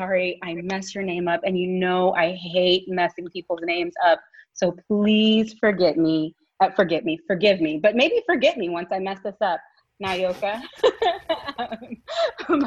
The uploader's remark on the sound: Virtual Live Show